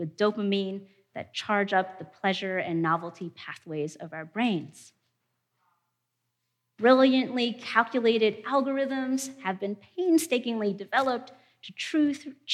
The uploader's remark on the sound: In a presentation from our 2019 theology conference